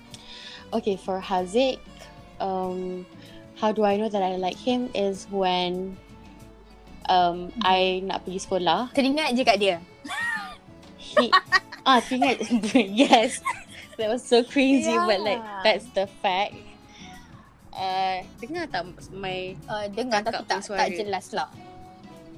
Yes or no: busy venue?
no